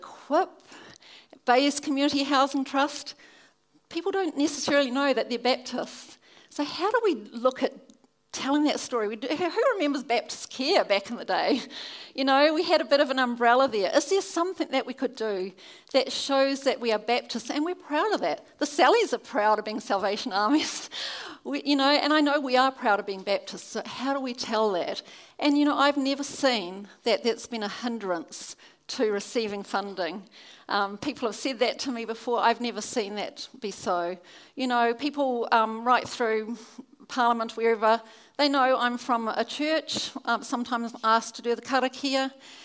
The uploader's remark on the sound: Keynote at our Baptist National Hui 2017.